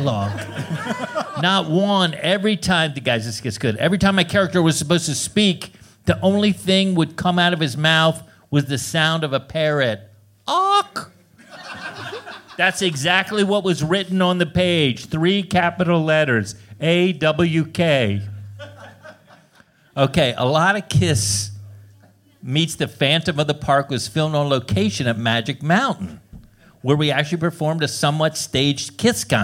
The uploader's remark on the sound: This show was recorded in front of a LIVE audience on January 20, 2017 at Doc's Lab in San Francisco, CA as part of SF Sketchfest.